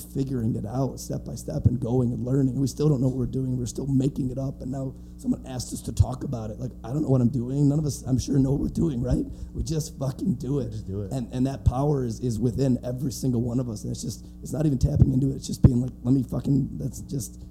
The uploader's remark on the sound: LIVE at The FEST 16!!! From a theatre inside the monumental Hippodrome in Gainesville, Florida as part of The FEST 16, the biggest and best punk rock festival on Earth! In front of a live audience as part of a block of podcast-performers. It's quite a lively panel with a load of fun questions and personal answers.